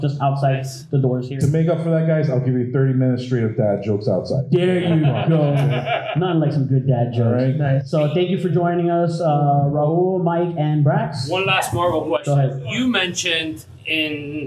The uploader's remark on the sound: MCU/DCEU Discussion at the Sunrise Comic Con 2022.